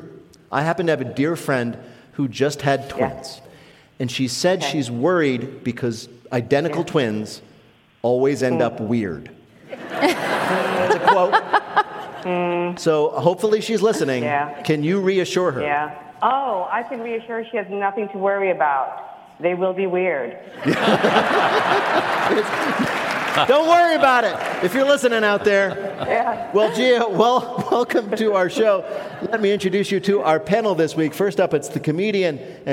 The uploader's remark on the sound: at the Harris Theater in Chicago